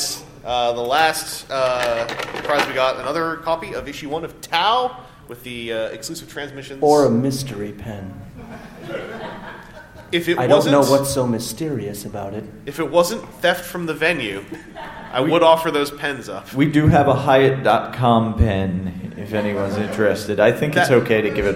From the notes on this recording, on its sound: On this RFC Extra we are at TFcon USA and are taking part of the Sunday podcast panel!